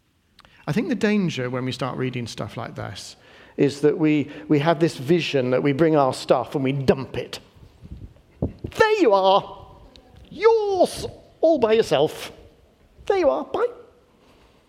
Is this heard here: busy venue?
no